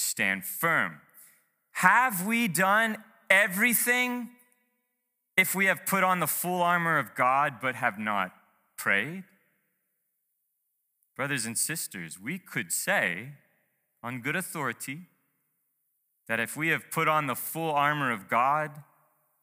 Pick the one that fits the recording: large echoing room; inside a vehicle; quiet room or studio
large echoing room